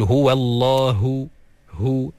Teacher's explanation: keluarkan ha tu dengan makhrajnya daripada pangkal kerongkong yang paling bawah, dan keluarkan anginnya sekali.